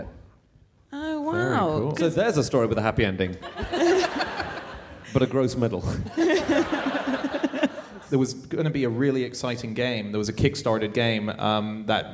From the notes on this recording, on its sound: Live from Melbourne